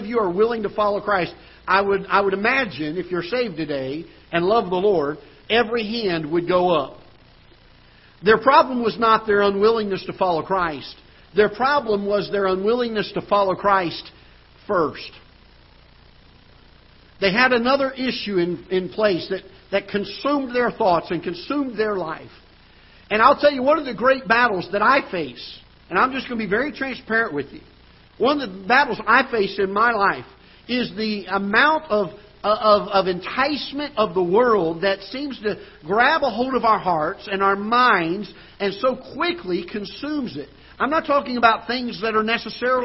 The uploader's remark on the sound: Ketha Heights Baptist Church ~ Live Broadcast